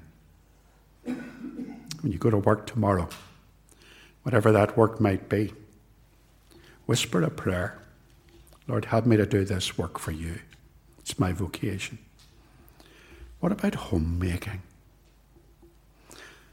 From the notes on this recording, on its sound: This sermon was preached at Ballymacashon, and at Templepatrick Reformed Church. It was recorded at TRC, and is reproduced here with their kind permission.